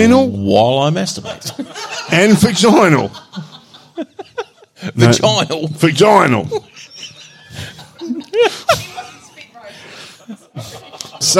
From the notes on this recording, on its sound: Part 2 of the live show